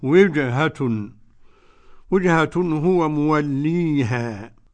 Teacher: القلقلة وتعطيش الجيم لابد منهما، التعطيش لابد، والجيم غير المعطشة فهي جيم غير قرآنية